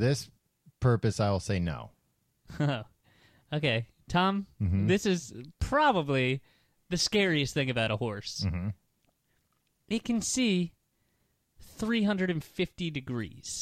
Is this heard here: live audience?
no